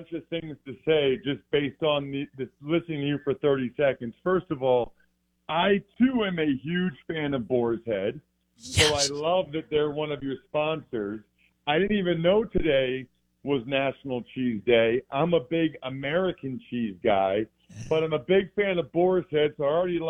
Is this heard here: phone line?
yes